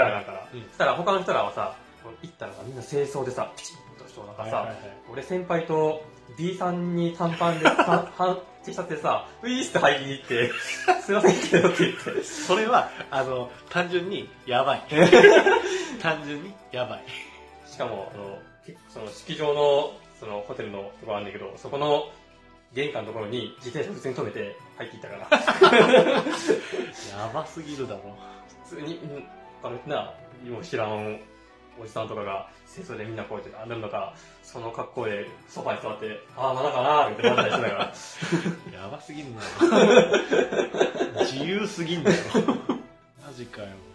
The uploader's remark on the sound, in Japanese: まだ音質の悪い、長い回になっております